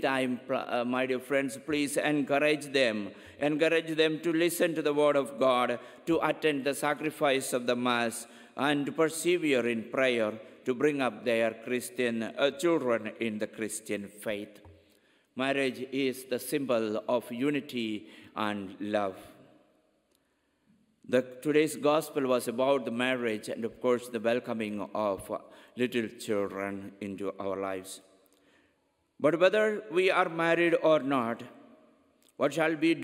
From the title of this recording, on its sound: Homily at 10 am Mass